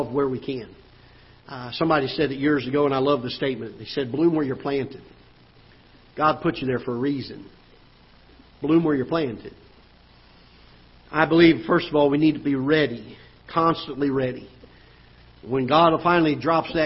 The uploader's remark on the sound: Ketha Heights Baptist Church ~ Live Broadcast